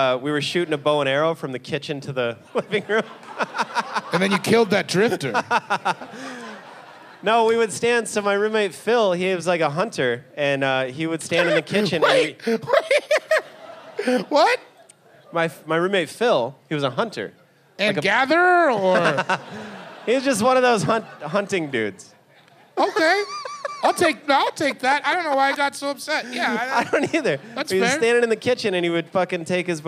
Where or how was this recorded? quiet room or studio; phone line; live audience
live audience